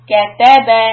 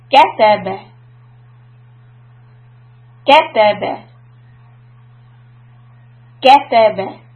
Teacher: the right way would be to emphasize only ka · Shown in: second take